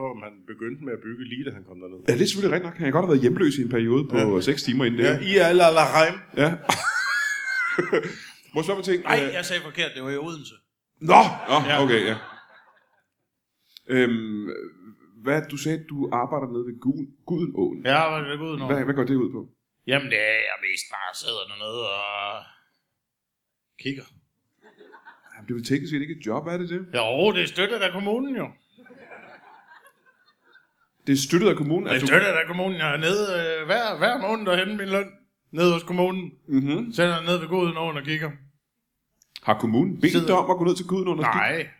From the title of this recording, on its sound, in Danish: LIVE fra Aalborg